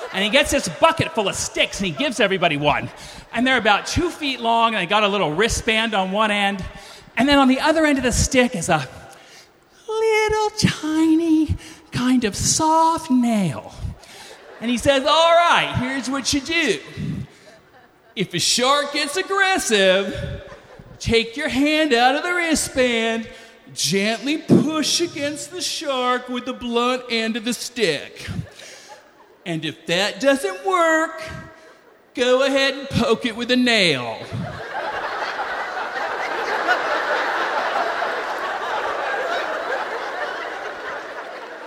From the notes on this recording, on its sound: Lights up Snap LIVE in LA.